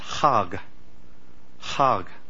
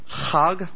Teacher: Right, it sounds like hag in English, but it's Chag with the really rough breathing guttural